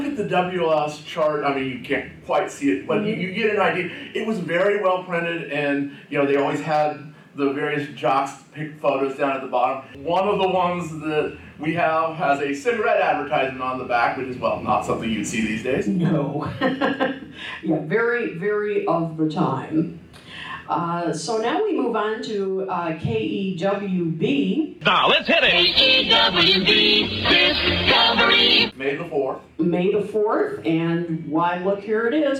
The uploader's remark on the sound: Live-ish from the Chicago 2023 Fest for … Fans. Live (on Tape and edited) from the SEATAC room in Chicago, Illinois.